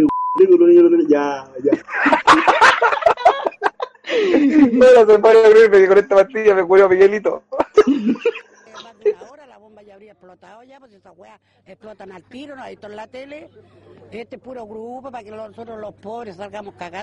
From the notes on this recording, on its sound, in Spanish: Audio caca. El audio es una soberana caquita.